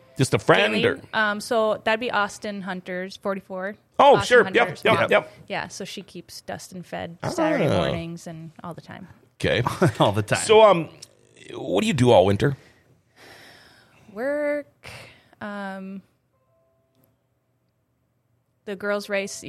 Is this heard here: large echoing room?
no